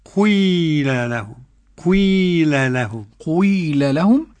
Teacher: يعني كسر وضم، بس يكون الغالبة الضم · Term: إشمام حركة بحركة